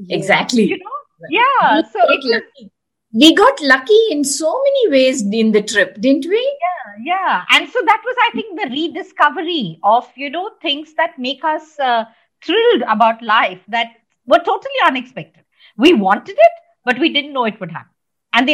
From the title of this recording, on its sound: Virtually recorded